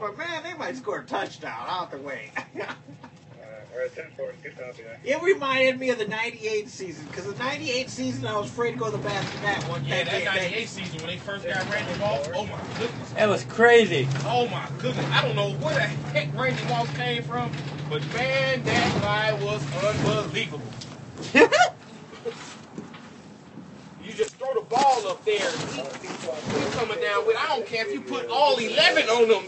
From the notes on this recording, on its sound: An april 6 2013 recording on a metro bus. Recording on a metro bus, of a driver and passenger talkging about football.